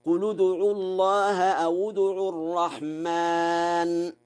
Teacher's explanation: قرأ ورش بضم لام قل وواو أو، وذلك في حالة الوصل